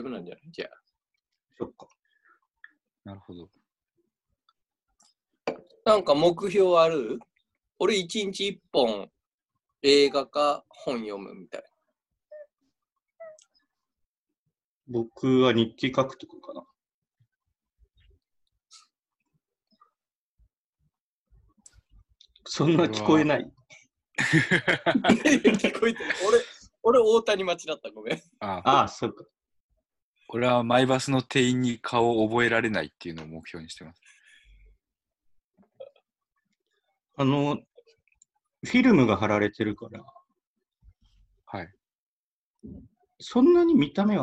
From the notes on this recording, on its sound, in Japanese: ３人で初ZOOM。収録地：それぞれの家（ZOOM収録）。